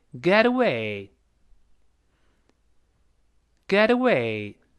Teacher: get 和 away 放在一块连读，中间再浊化